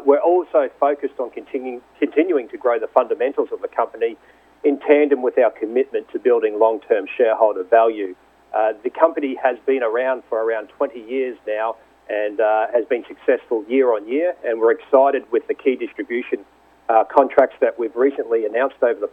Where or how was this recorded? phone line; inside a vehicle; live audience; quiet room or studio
phone line